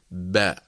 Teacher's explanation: باء تنطلق من التصاق الشفتين، ثم يعني نحقق الفتحة بانفتاح وانفراج وابتعاد الشفة العليا عن الشفة السفلى · Term: الحرف المتحرك